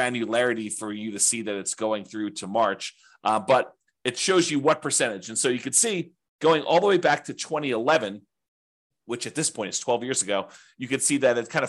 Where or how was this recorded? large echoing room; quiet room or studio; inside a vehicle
quiet room or studio